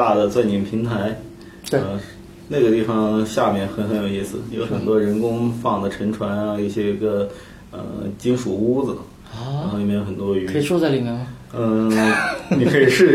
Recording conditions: poor microphone